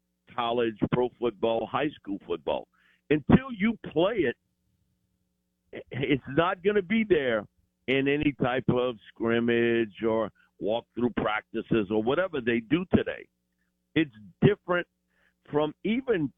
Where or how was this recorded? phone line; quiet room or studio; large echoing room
phone line